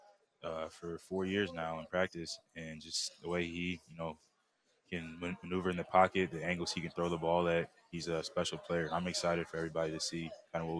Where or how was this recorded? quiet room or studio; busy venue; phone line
busy venue